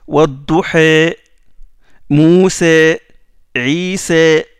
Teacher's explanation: Ça, c'est la grande imala. Ce sont surtout Hamza et Kisaï qui font la grande imala.